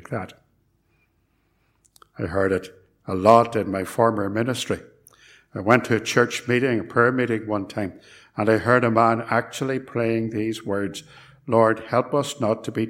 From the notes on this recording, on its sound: It was recorded at Templepatrick Reformed Church and is reproduced here with their kind permission.